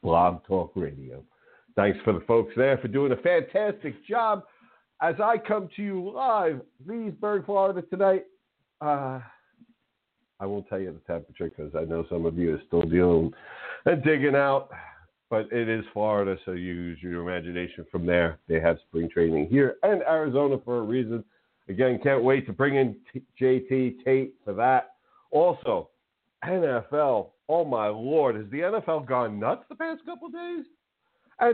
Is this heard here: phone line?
yes